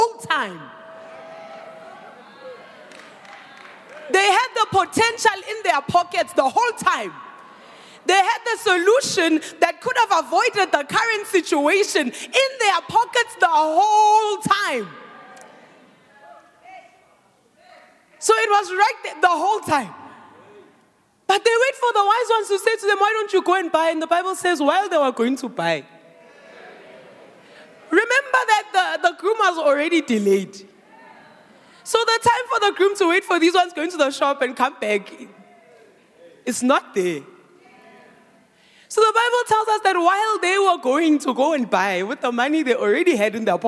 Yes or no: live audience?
yes